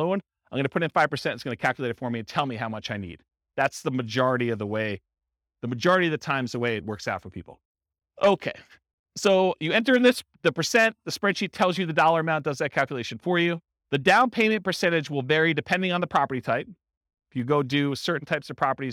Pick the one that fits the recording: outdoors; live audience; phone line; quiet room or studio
live audience